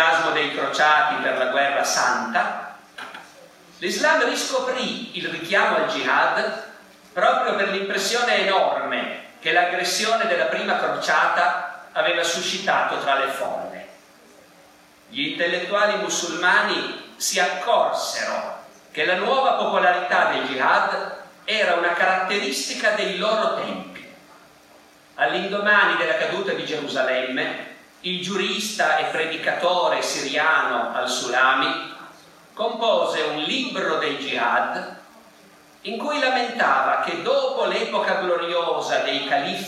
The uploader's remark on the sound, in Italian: (John Cabot, Roma). Evento registrato in loco. Audio re-equalizzato e re-masterizzato.